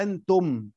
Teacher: الميم حرف شفهي يجمع الناطق به شفتيه